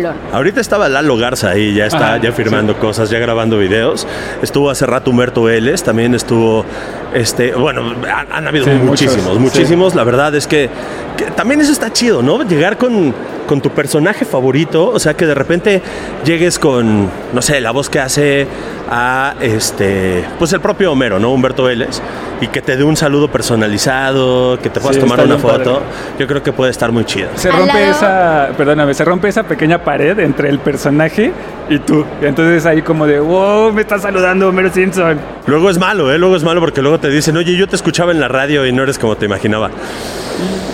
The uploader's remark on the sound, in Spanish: Recorrimos los pasillos de la AniMole 2023 y les grabamos un episodio desde la cabina de Sonoro. Recorrimos los pasillos de la AniMole 2023 y les grabamos un episodio desde la cabina de Sonoro.